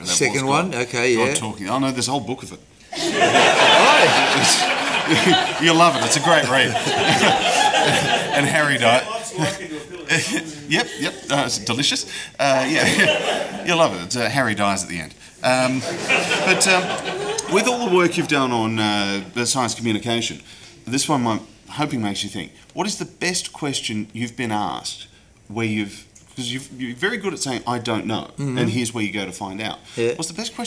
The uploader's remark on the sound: Live audio recording from #Skepticon 2017 held in Sydney.